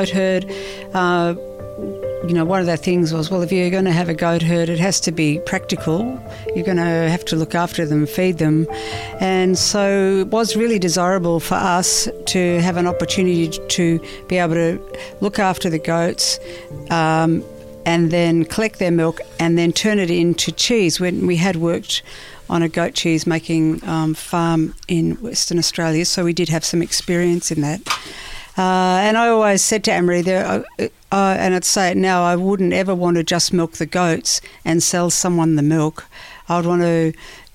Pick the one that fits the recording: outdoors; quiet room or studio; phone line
outdoors